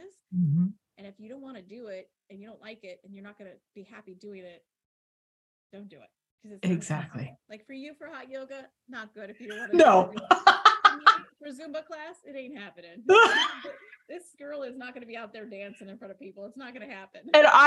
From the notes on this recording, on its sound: Despite our high standard for great recordings, we had some difficulties with the sound on this interview. We have tweaked the dials to get the sound as good as possible.